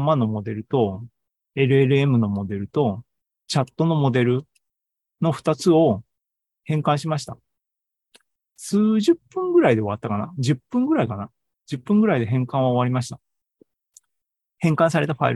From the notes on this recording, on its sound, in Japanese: シーズン４３は２０２３年７月２９日に開催した ZOOMライブの模様です。